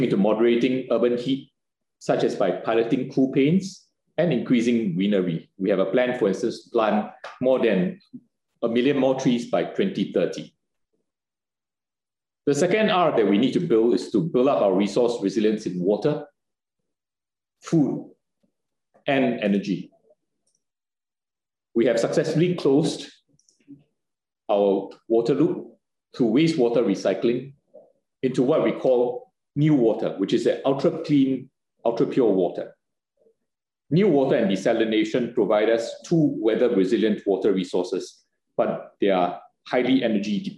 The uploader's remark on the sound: This public talk – jointly organised by Doha Forum and Middle East Institute, NUS – was conducted online via Zoom